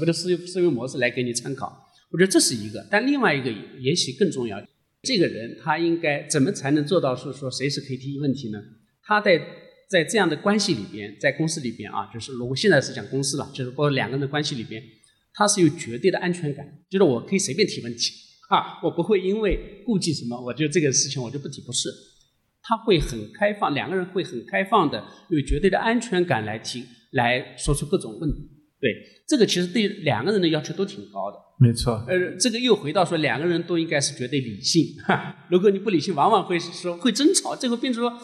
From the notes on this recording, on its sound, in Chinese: 来到现场。这期节目我们一起来听听当天的现场录制。